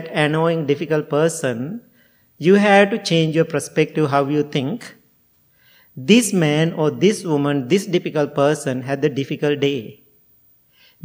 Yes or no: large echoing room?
yes